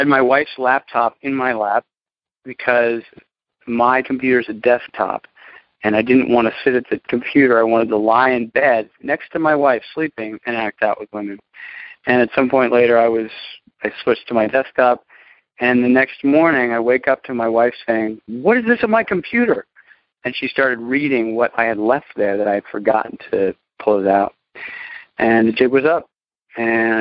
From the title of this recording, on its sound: Monday Noon Phone Speakers Series